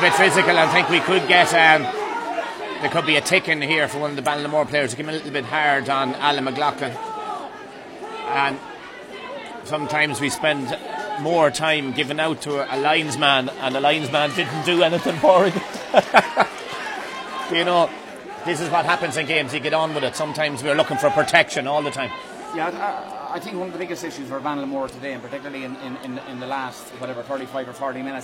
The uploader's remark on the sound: Live Commentary of the Leitrim GAA Senior Football Championship Final 2021. In Avant Money Pairc Sean MacDiarmada, Carrick on Shannon.